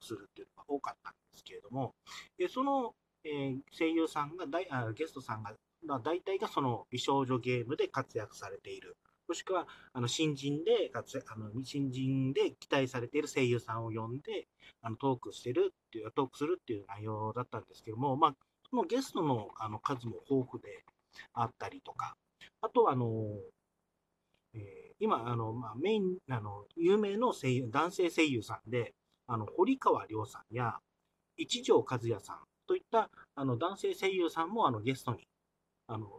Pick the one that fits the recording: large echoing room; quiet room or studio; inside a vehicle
inside a vehicle